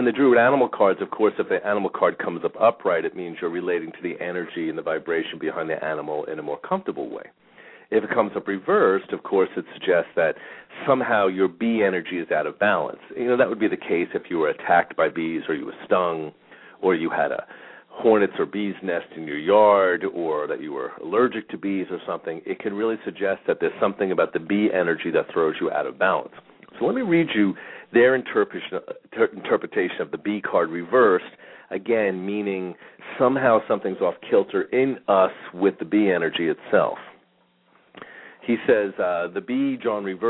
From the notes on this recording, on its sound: Callers may call in 15-20 minutes into the live show with questions or comments and 5 minute mini navigational consultations.. We will open up the phone lines early today for questions.